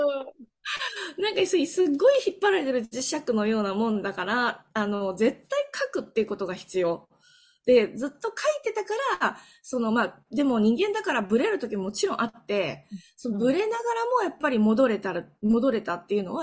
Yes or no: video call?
yes